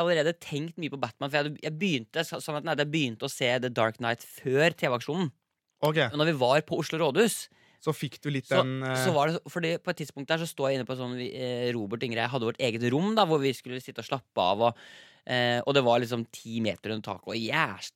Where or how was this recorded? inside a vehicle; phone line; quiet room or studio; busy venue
quiet room or studio